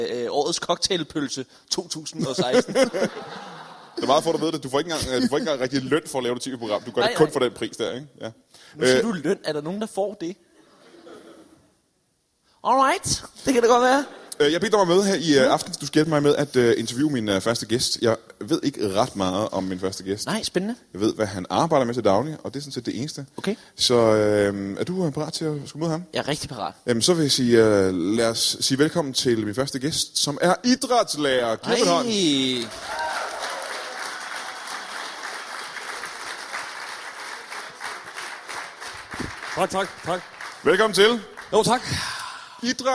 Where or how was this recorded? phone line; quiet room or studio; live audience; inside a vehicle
live audience